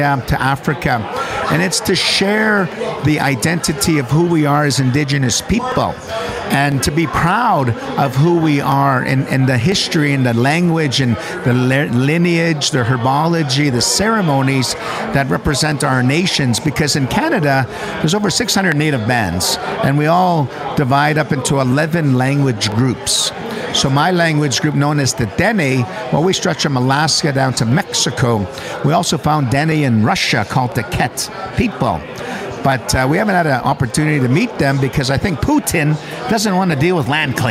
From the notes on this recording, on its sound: Hive Nation Live at the Calgary Stampede. Live at The 7th Annual NCSG & Blackfish Enterprises Networking Event at The 2023 Calgary Stampede.